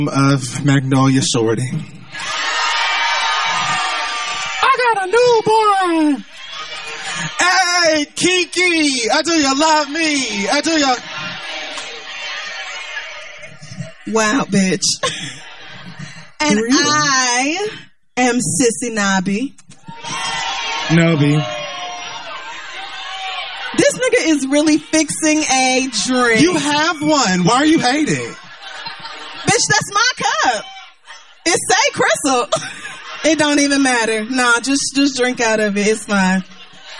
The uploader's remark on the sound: We go live in New Orleans for Essence Fest 2018.